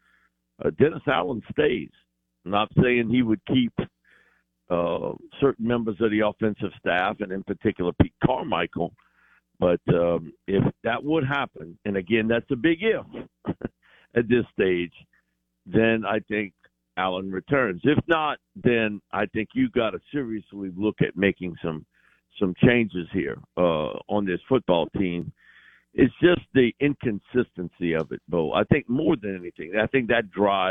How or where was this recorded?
phone line